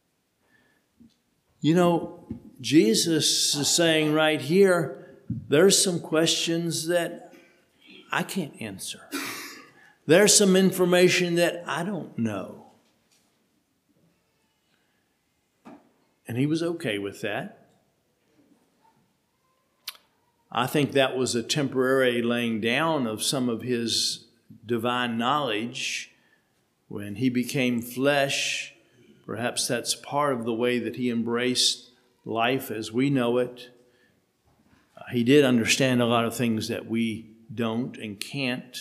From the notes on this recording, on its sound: Sermon preached at HMC